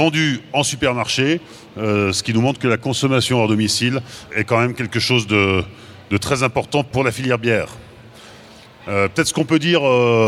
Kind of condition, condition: setting, live audience